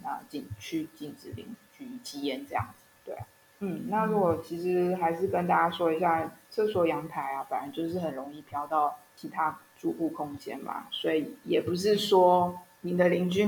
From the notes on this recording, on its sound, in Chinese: 這集是用團隊還在遠距工作時所錄製，音質音量都有些不穩定